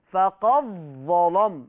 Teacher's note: في الظاء، فقد ظلم، هيبقى عندي إضغام الدال في الظاء، وما تنسوش وانت بتقرأوا عليا ما تنسوش تغليظ اللام، فقد ظلم.